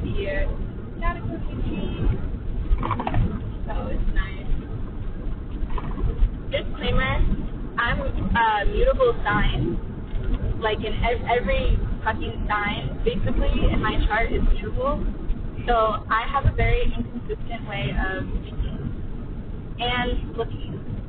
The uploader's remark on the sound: Quality is an illusion, this episode sounds like I made it underwater.